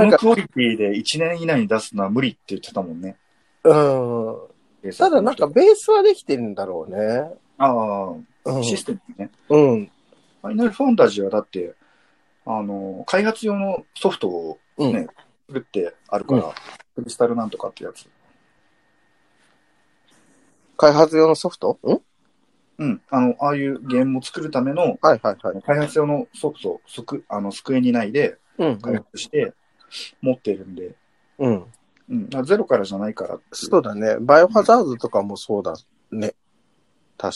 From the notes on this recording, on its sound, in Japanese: 最初から二人のタイミングがずれずれのリモート収録です